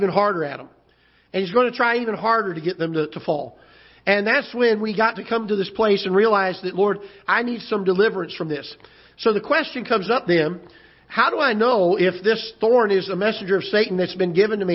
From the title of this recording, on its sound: Ketha Heights Baptist Church ~ Live Broadcast